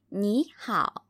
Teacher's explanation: our 你, which is a third tone character, becomes a second tone character. So it sounds like 你好 instead of 你好.